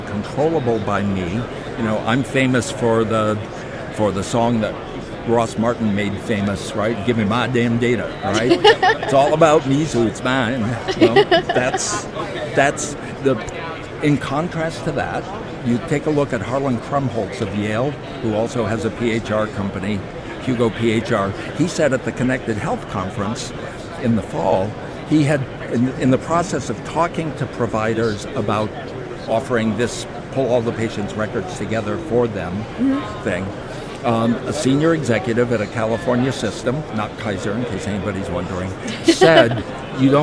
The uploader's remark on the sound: LIVE From #HIMSS17